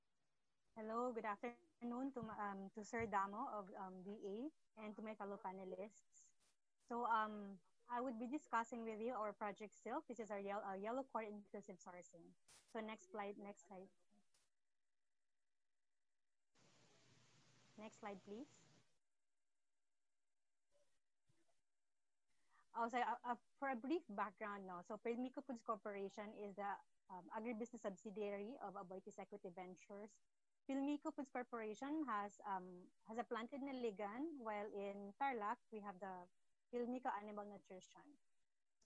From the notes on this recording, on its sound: In this webinar